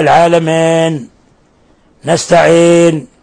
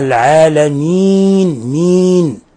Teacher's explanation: ومن الأخطاء عدم بيان كسرة الميم فيها، العالمين، وقلنا العالمين مين وليس مين، عدم إخلاص الكسرة كالذي يقرأ العالمين نستعين، وإنما العالمين مين، إخلاص الكسر، كسر الميم. طبعا الياء ساكنة والميم مكسورة، فإخلاص كسرة الميم · Shown in: second take